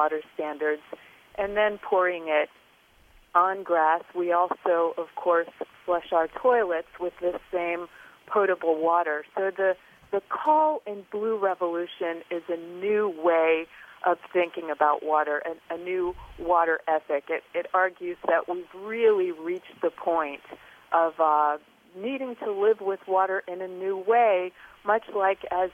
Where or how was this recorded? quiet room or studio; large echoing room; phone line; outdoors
phone line